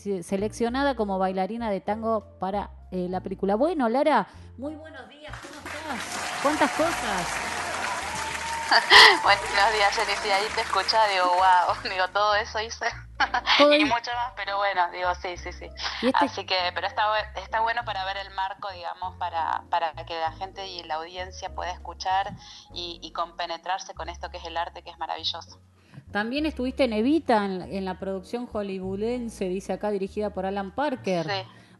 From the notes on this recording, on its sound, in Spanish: Charla Telefonica